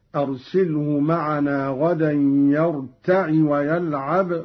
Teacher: قرأ قالون بكسر العين هكذا: أرسله معنا غدا يرتع ويلعب وإنا له لحافظون.